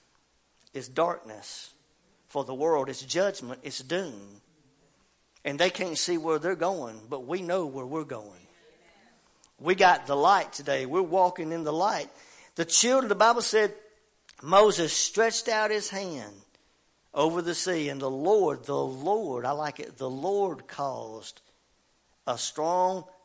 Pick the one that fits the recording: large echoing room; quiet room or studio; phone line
large echoing room